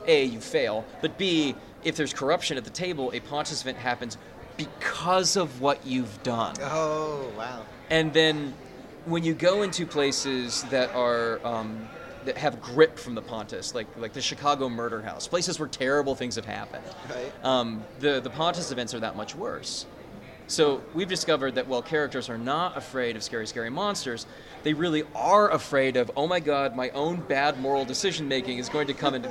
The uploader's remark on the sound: The SwarmCast was at Origins 2019, and we recorded with some pretty cool folks!